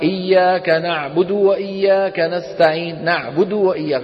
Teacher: تخطف الضمة ويخلط صوتها بشيء من السكون